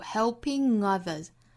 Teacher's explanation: Helping 这个词尾巴是一个后鼻音